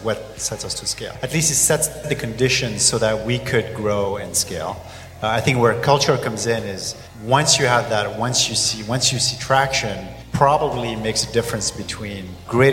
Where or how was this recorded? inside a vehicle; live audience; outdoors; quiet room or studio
live audience